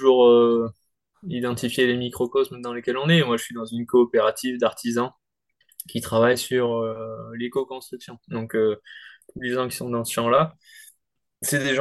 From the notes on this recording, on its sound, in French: Nous avons enregistré en novembre 2023 à distance.